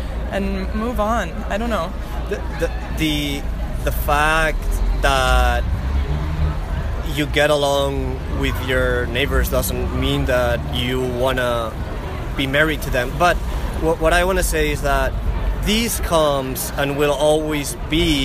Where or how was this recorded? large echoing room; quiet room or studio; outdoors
outdoors